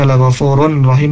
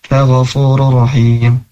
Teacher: tanwin dhammahnya masuk ke huruf ra yang kedua · Shown in: second take · Term: idgham bila gunnah